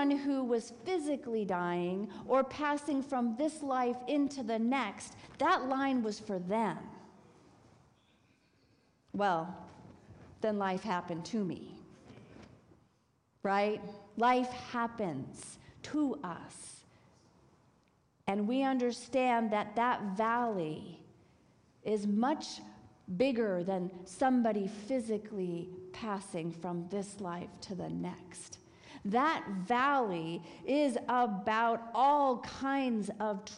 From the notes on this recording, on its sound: This week's service, recorded live on October 15, 2023. If you want to join us in person, we are located at 12550 Van Nuys Blvd.